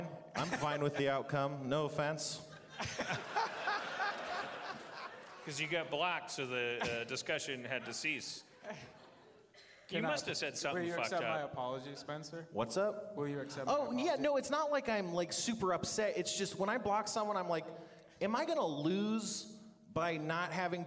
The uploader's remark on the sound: LIVE from Everything Is Festival 2015